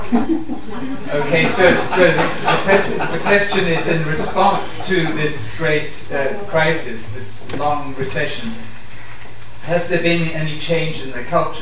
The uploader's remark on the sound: LSE Arts are pleased to host a very special screening of the highly anticipated film Margin Call. This podcast comprises the introduction and panel discussion that followed the screening.